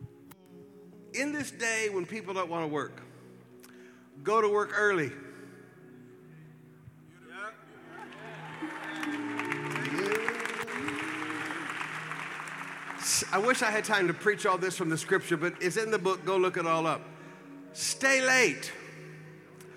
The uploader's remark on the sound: Preached at the Qodesh